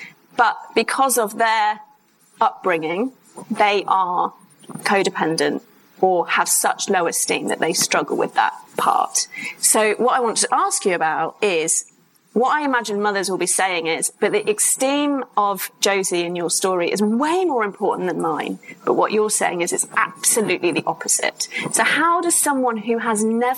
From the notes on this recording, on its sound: Live episode at ICAAD. This episode was recorded live at ICAAD Conference in London.